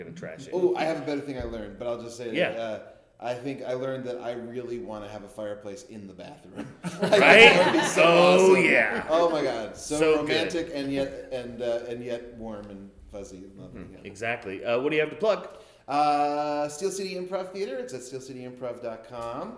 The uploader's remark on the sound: From the Steel City Improv Theater in Pittsburgh